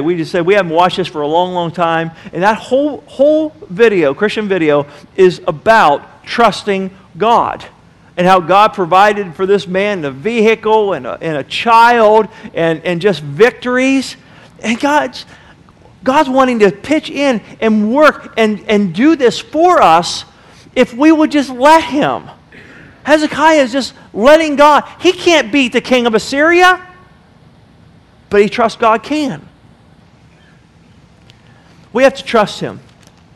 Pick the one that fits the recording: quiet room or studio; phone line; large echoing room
large echoing room